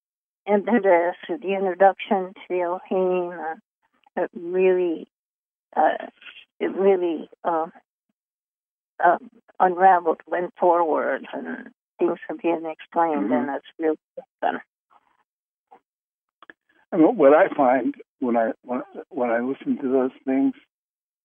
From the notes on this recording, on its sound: Conference Call LIVE